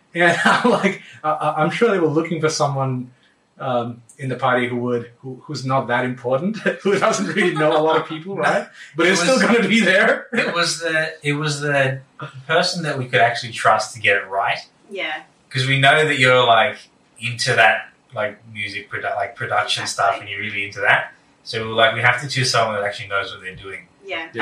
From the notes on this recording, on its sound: Apologies for slight audio issues - microphones not working